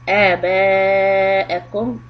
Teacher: And Ba has a mad. Muttasil. Four harakat.